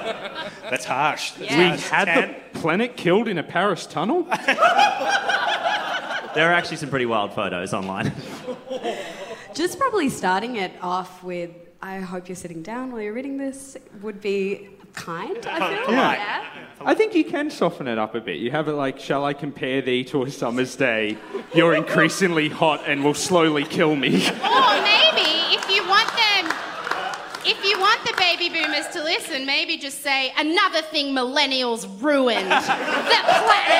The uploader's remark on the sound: YACK FEST SPECIAL. Live recording of A Rational Fear.